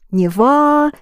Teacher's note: the ending is stressed and you keep the ending stressed